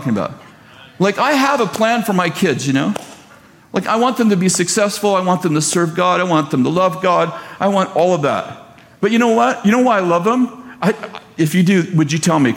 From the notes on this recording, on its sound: at Bethel Church in Redding, CA